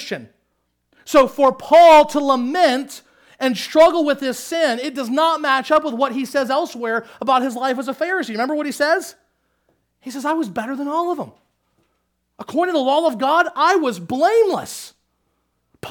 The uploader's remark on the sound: Sermon Audio from Crossway Christian Church.